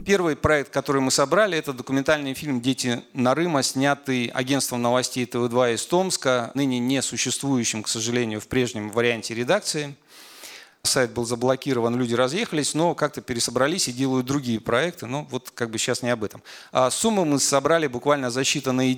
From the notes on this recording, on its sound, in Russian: Этот подкаст мы записали на конференции по социальной журналистике «Медиа/НКО}профи», которая прошла в Благосфере 27 октября 2022 года.